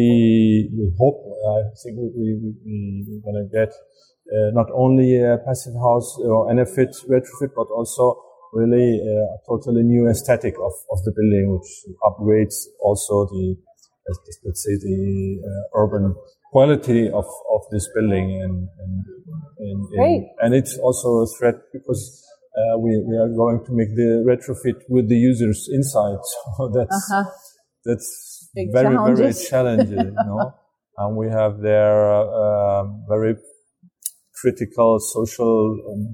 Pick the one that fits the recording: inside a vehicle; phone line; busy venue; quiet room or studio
busy venue